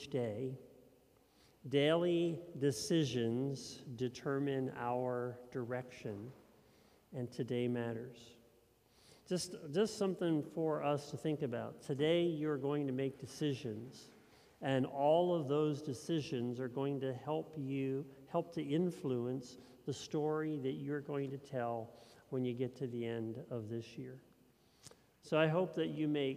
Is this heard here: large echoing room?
yes